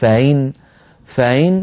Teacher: هذه همزة مسهلة، وحفص لا يسهل الهمزات في مثل هذا الموضع